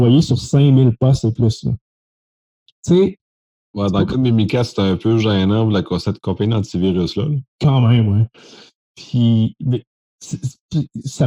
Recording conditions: video call